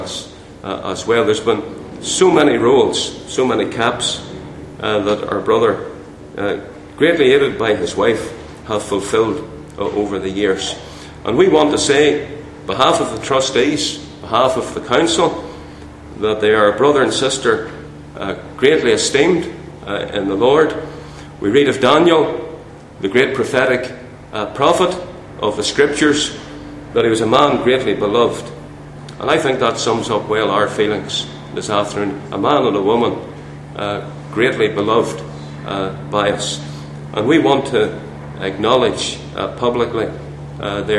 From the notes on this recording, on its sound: Chairman's remarks at the Centenary Conference in London at Westminster Baptist Church